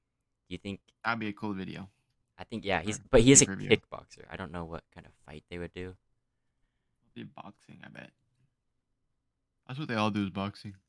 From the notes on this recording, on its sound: Our mics aren't mixed properly, thats on me.